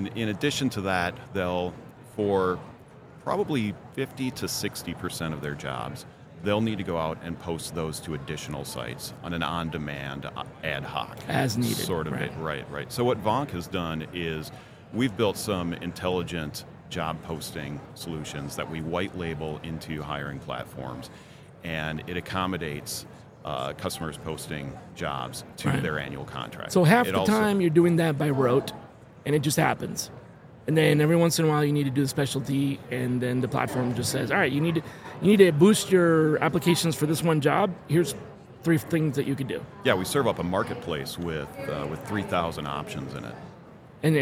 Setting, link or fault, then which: setting, busy venue